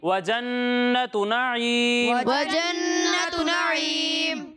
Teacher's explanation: جنت میں ایک الف کی مقدار تک ٹھہر کر گننا کریں